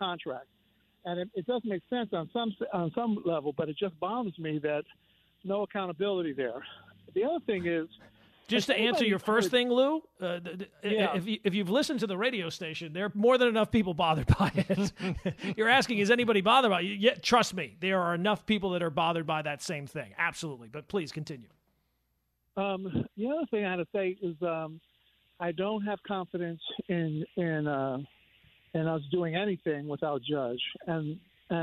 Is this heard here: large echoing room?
no